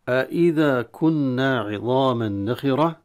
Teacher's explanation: أإذا طبعا هنا أإن وأإذا لابد من تحقيق الهمزتين